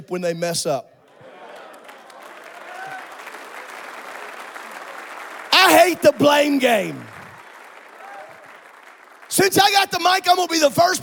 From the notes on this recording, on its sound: This is a special episode from the 2023 Indiana District Men's Conference which took place on March 10th and 11th at Calvary Tabernacle. Was preached in Saturday's General Session.